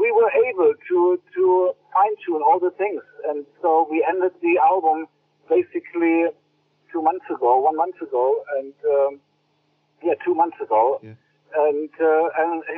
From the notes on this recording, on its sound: A recent phone conversation